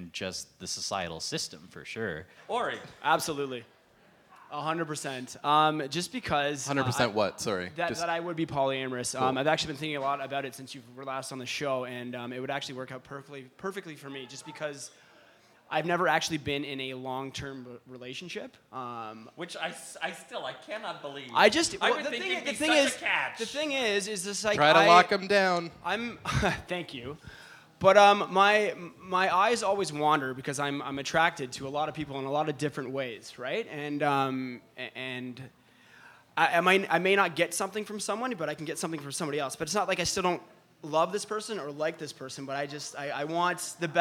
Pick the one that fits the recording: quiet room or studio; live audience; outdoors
live audience